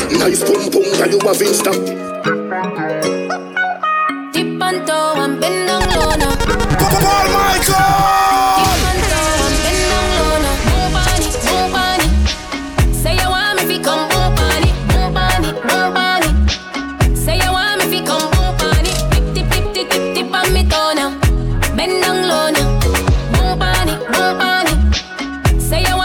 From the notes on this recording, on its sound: Audio recording of my set at Island Saturdays